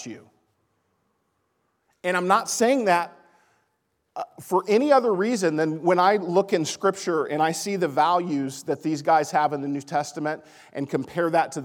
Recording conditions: large echoing room